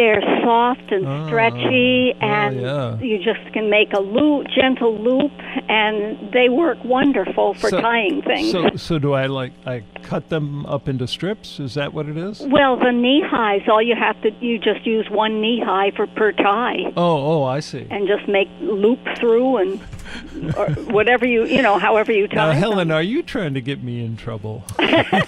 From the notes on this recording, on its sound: After taking phone calls from listeners